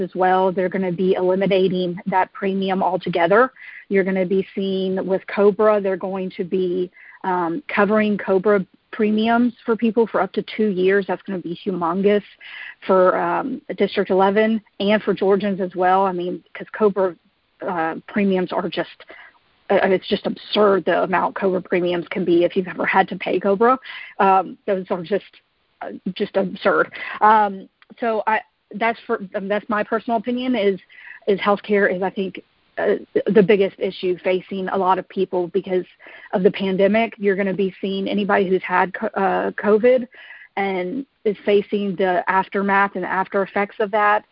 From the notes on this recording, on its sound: live telephone town hall recorded on March 13, 2021